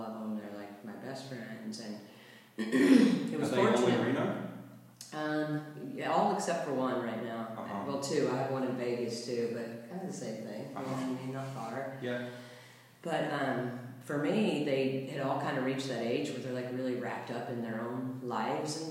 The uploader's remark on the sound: We recorded this episode while in Baja. Although the audio is not ideal. We had a casual conversation in Baja and even though the audio is not perfect.